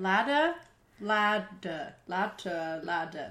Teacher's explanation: Ladder and latter are pronounced the same in the US, but not to an Irishman.